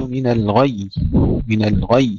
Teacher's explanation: انتبه إلى دفع الغين حتى نشدد الياء